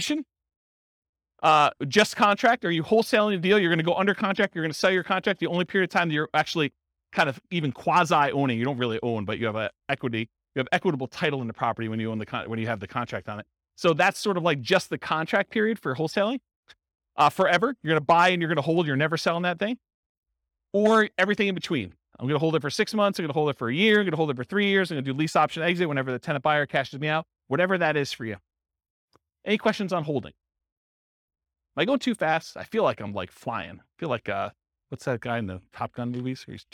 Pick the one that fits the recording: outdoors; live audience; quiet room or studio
live audience